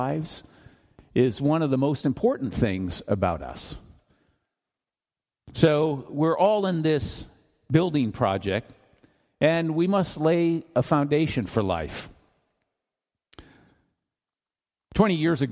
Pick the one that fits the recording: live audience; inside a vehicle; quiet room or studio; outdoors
live audience